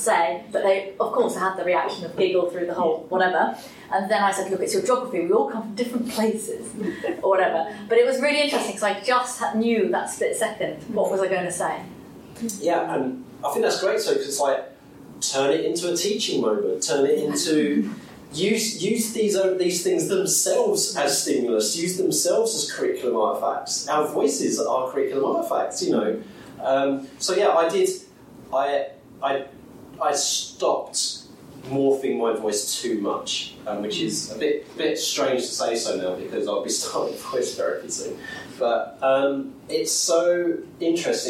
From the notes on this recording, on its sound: Discussing them with an audience. Thank you to all those who participated and gave their consent for the session to be recorded.